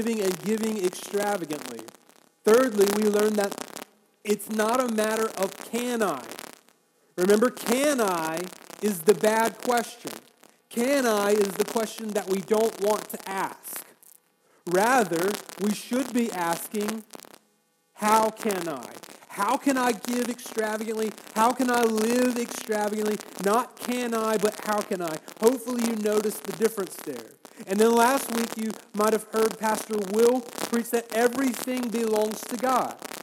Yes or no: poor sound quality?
yes